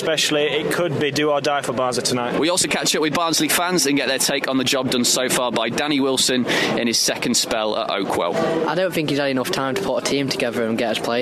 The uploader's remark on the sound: Live from The Valley. The boys also speak to Barnsley fans outside.